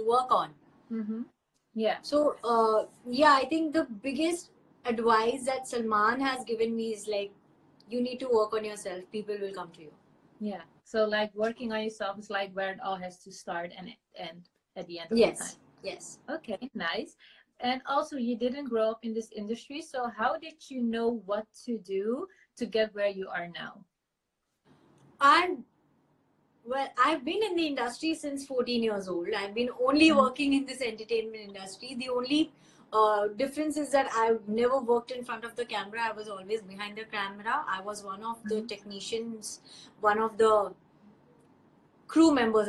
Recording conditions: video call